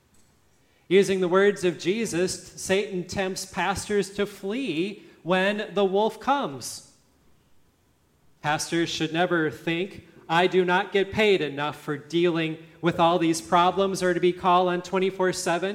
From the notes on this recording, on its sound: listening to the service at Grace Lutheran Church, Lexington, MO